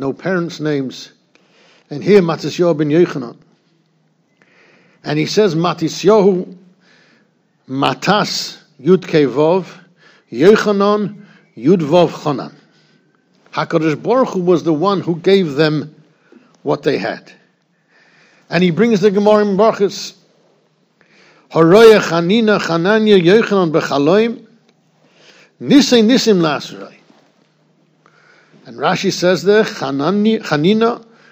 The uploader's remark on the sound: Shiur recorded in Yeshivas Ohr Reuven, Monsey, NY.